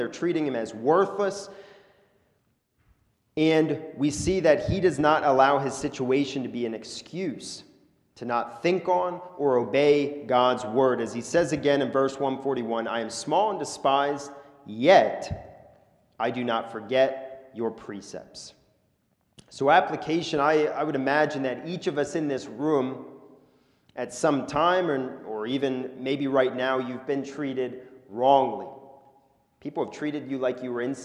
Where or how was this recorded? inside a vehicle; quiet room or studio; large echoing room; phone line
large echoing room